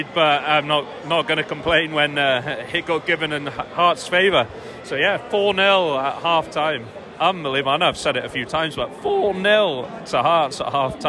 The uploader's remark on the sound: They were live at Tynecastle Park and Easter Road for the men’s game against Ross County and the women’s derby against Hibs.